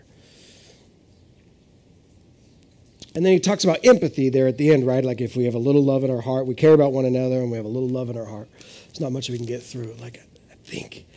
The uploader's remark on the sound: This is audio ripped from the Live Service video.